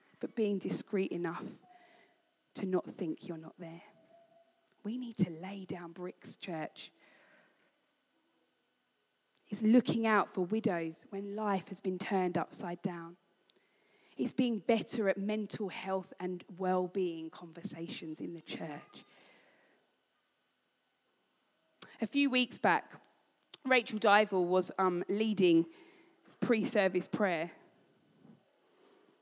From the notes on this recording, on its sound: This was recorded at Skylark Church on 28th July 2019.